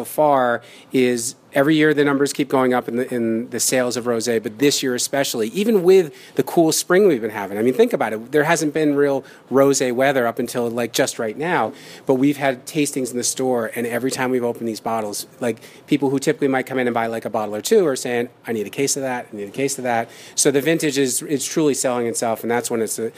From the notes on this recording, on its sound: Recording from Ambulance Brew House in Nanuet